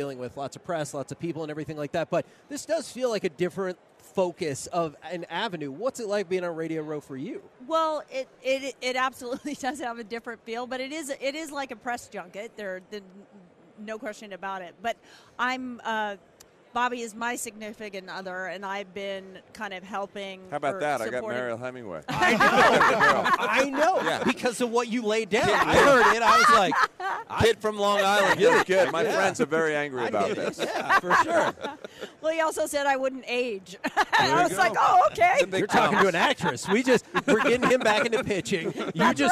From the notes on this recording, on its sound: LIVE from Radio Row in Las Vegas!